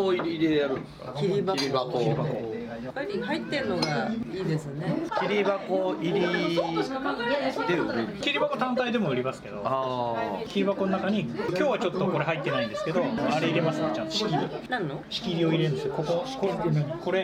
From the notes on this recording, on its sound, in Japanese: バルで収録したため結構ガヤガヤしてます。